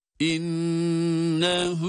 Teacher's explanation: Nunu tuttuk, hay uzattık, zamir diye uzatıyoruz. İnnehu, bir elif miktarı.